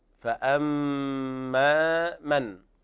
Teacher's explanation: طبعا هنا الفاء حكمها الترقيق، فأما من، والميم حرف غنة مشدد